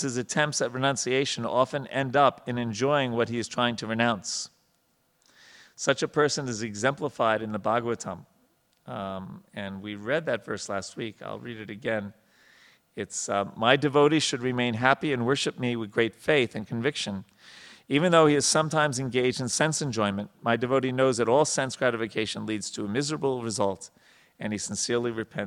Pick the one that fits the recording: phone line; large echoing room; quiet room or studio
large echoing room